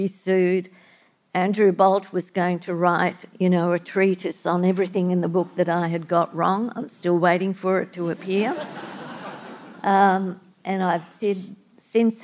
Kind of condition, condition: setting, live audience